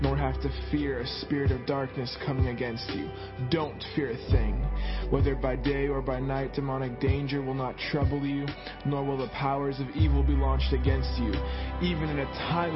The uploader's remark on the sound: Wednesday Night Service